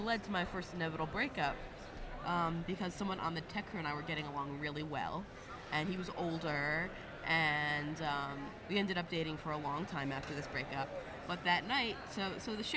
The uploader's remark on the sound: Live from INTERNET YAMI-ICHI